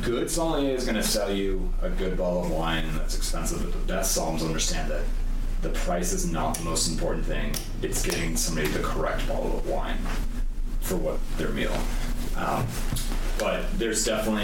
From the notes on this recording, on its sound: there were technical issues recording but we liked the interview so much that we decided to post it anyways despite the poor sound quality and background noise